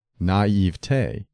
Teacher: Don't add a spurious fourth syllable. It is acceptable to stress the middle syllable, naivete, but the weight of authority favors the primary accent of the final syllable, naivete, which should rhyme with day, never with t.